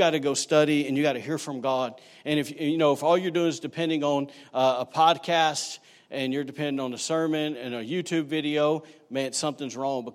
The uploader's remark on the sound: recorded on Sunday, November 10, 2019, during service at The Anchor Church in Rockport, Maine